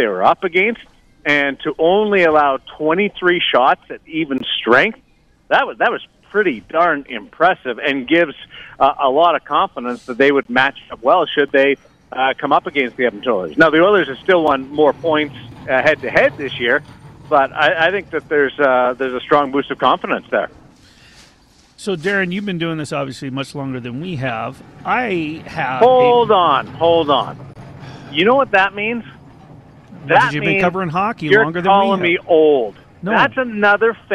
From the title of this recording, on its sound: LIVE AT LV BALLPARK